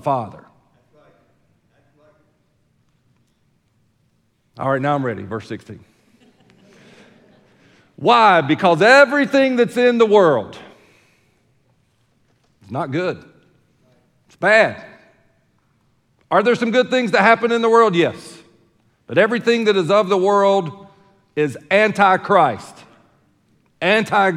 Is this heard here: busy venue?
no